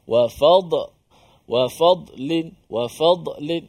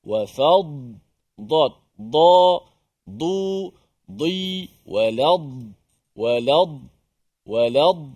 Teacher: huruf dot tidak ada dia detakan ataupun pantulan walaupun dia mati · Shown in: second take